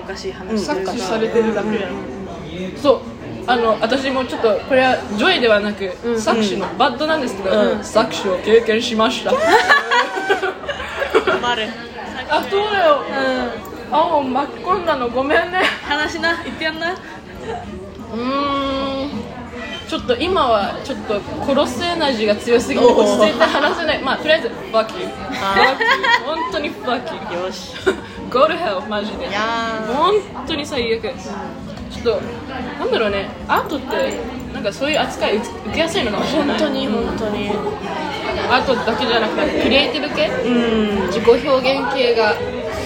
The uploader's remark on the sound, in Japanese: 今回大分ガヤいです。ちゃんとした録音環境を作りたい、ピンマイク？いやしかしこのガヤガヤ感もいいのか？